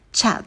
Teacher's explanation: В слове chat у нас открытый звук «э», звук лягушка. Мы улыбаемся, челюсть роняем вниз и быстро ее ставим на место.